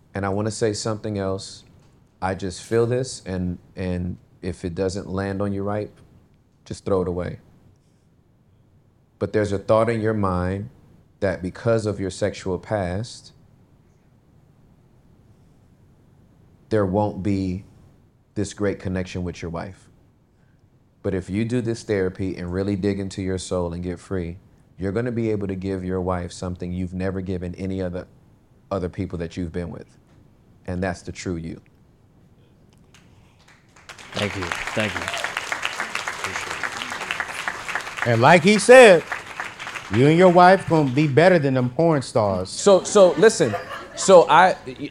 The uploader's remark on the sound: our very first Live Show